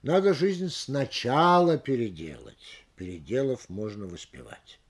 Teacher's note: В строках «надо жизнь сначала переделать, переделав можно воспевать» он сильно подчеркнул слово «сначала», и снял ударение со слова «переделать». Вот так. Надо жизнь сначала переделать.